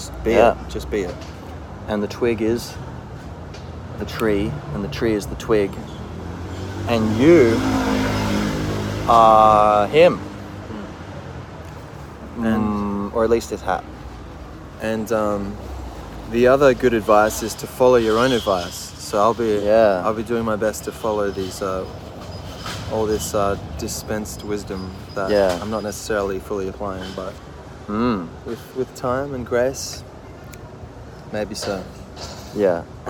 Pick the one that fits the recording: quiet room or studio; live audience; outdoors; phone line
outdoors